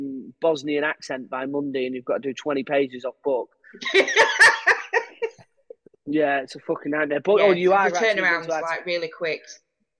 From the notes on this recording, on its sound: we sit down over zoom